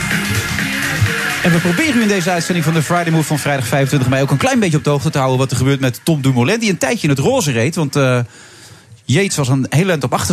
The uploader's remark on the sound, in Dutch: Op BNR, live vanuit het Amstel Boathouse in Amsterdam.